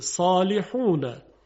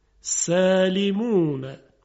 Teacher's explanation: خب تبیین شد که صدای صاد درشت است اما صدای سین خیلی ظریفه